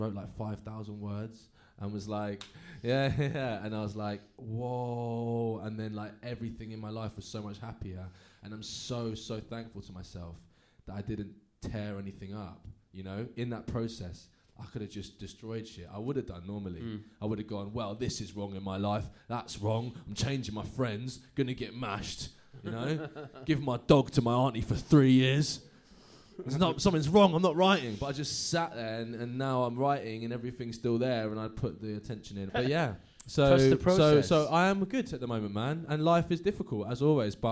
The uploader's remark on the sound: Recorded live at Happiful's Podfest for Mental Health.